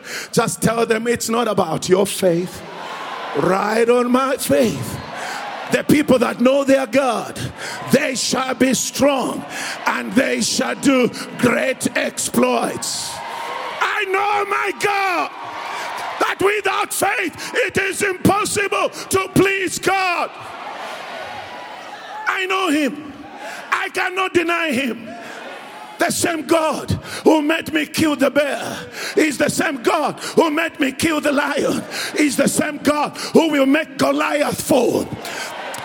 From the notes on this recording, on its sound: preached at Grace Bible Church Pimville at the 9am service on the 14th of August 2022